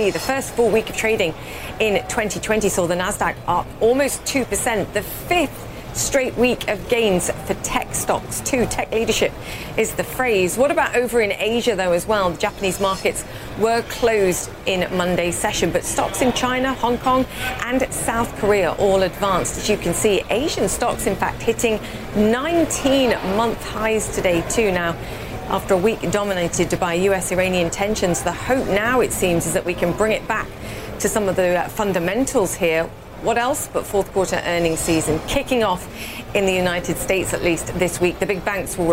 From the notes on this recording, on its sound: live from the New York Stock Exchange